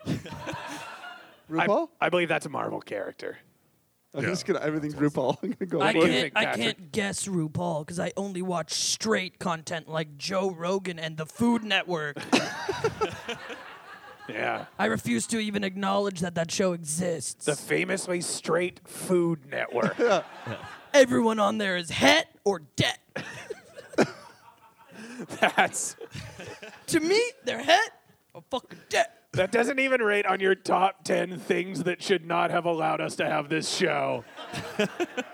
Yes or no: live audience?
yes